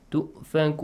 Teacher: مد العوض. Natural مد، which is the U sound, is changed to a longer one.